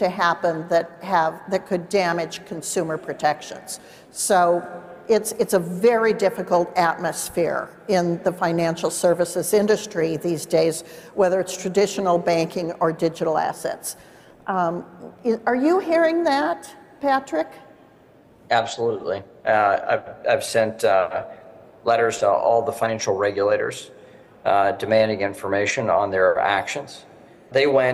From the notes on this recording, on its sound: CONSENSUS 2023: Lawmaker Town Hall. A Consensus 2023 panel.